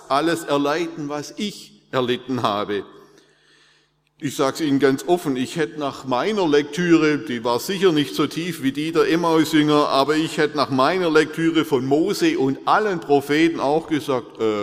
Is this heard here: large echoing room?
yes